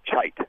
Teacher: We change consonants. Like the K sound in a word, for instance, kite would be softened to chite